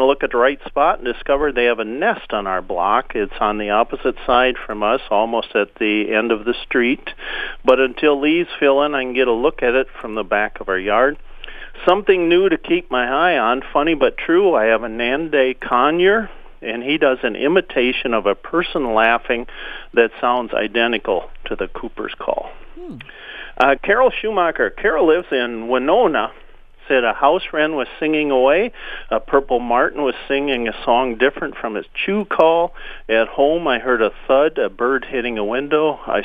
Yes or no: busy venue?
no